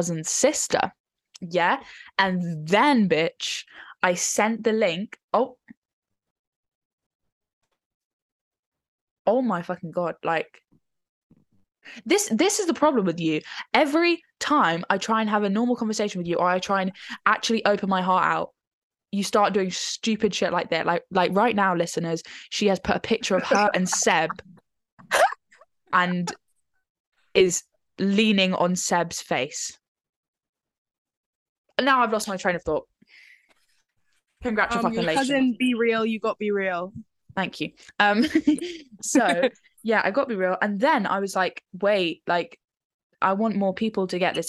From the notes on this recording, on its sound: Our first zoom podcast.